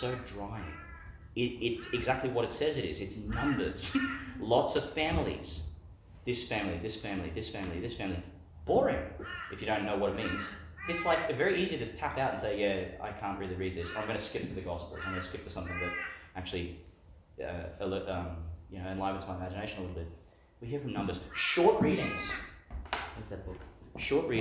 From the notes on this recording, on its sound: delivered in Our Lady of Mt Carmel, Mt Larcom, Qld.